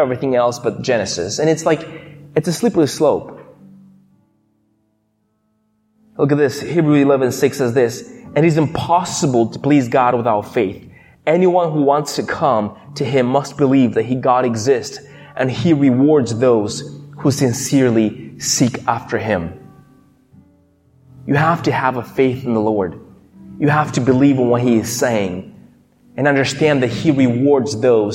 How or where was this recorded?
large echoing room